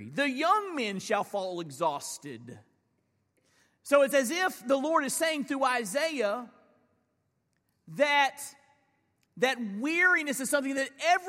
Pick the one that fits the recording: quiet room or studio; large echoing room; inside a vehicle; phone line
large echoing room